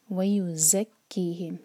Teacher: ye za dal nahi hai, za ka buzzing sound aana chahiye. Wa yuzakkihim, aur kaf par shadda hai, strong padhiyega.